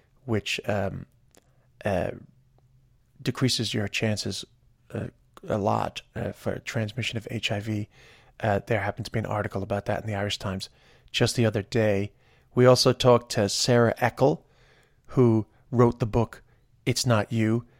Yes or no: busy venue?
no